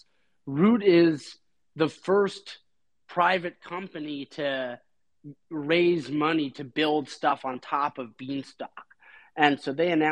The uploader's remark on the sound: Recording from the Beanstalk x Liquity Twitter Space